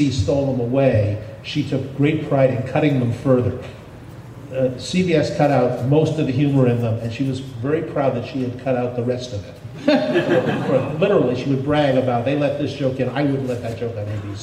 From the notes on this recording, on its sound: With a report from WonderCon 2023. Audio from the WonderCon panel.